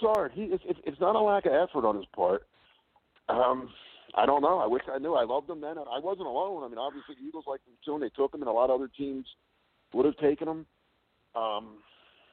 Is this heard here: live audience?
no